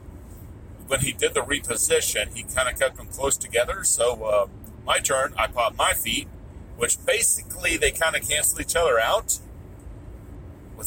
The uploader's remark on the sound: Car-isode. After Dayton SWORM sweeps the Columbus Guard Tower OWC Qualifier.